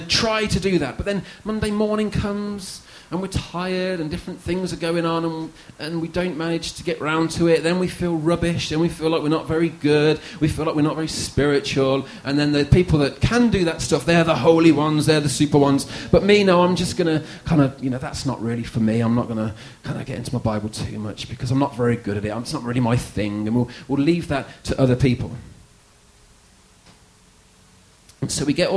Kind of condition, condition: setting, large echoing room